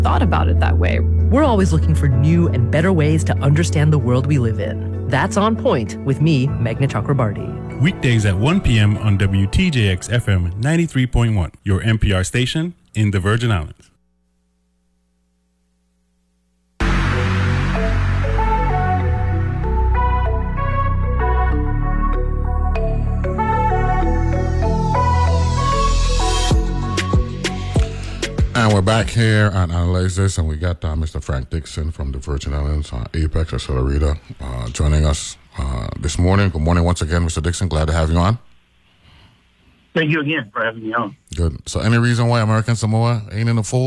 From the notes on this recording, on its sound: speaks on the phone